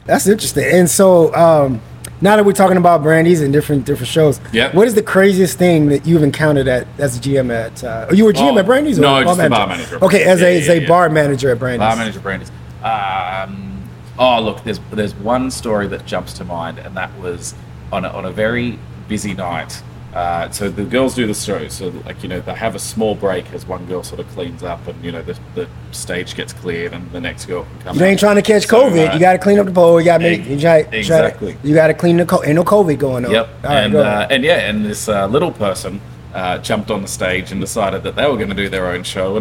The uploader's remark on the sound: Speak about the nightlife scene on location inside of Lamplighter Bar in beautiful Gastown, Downtown Vancouver, B.C.